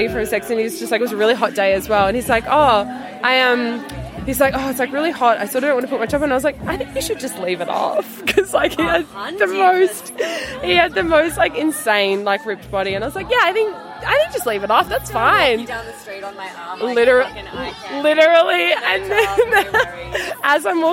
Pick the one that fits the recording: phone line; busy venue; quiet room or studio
busy venue